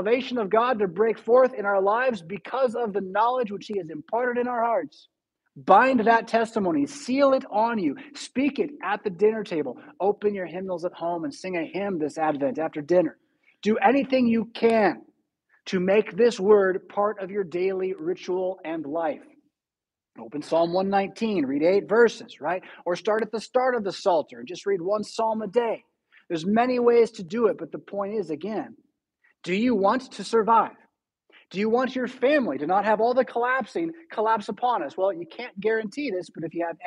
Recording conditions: large echoing room